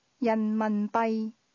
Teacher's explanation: pronounced with two mid-falling tones, followed by a low level tone